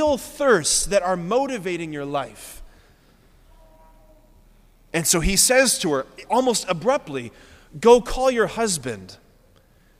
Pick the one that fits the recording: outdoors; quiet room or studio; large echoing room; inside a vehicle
large echoing room